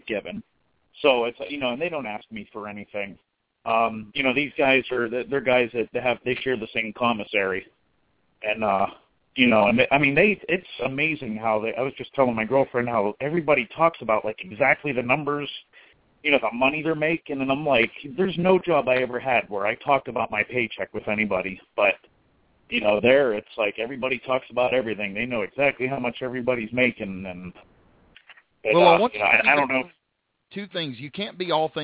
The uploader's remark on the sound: Live Call In Show